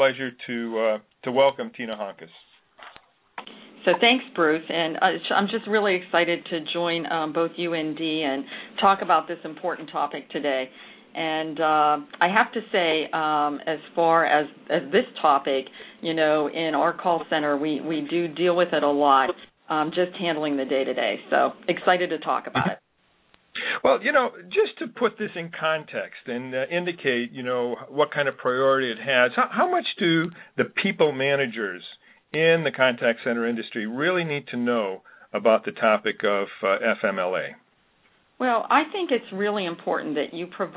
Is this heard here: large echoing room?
no